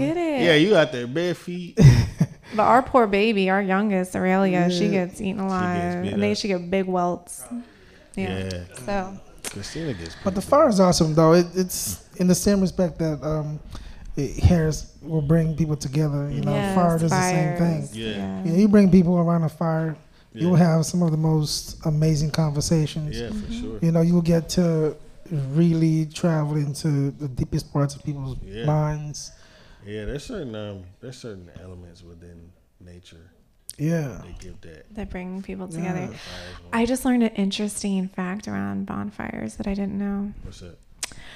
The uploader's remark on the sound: live from The Woodshop